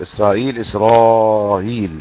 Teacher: أبو جعفر يسهل الهمزة مع المد والقصر